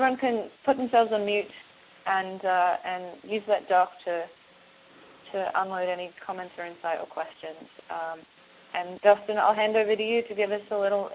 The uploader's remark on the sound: The Open Gov conference call series